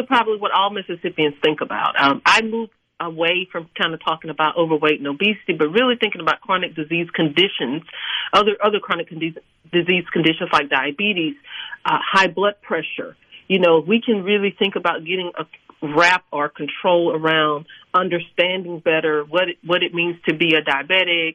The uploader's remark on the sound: joins the conversation by phone